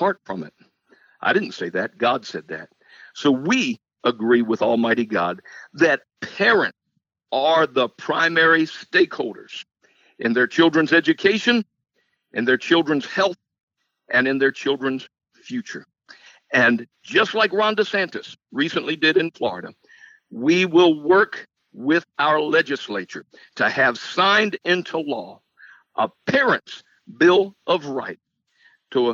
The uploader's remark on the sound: In this episode we have a phone interview.